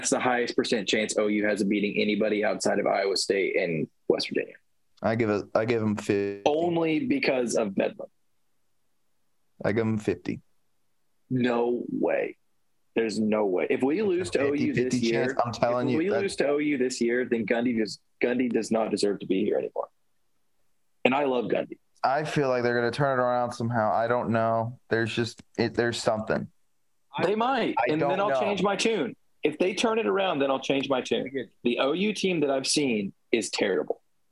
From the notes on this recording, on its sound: This is our first podcast via Zoom.